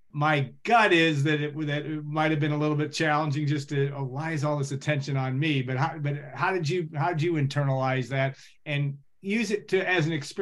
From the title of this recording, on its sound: Birthday Zoom